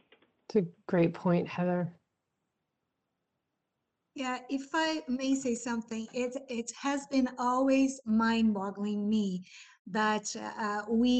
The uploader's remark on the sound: This episode is a live recording of last week's Virtual Mayor's Drop-In.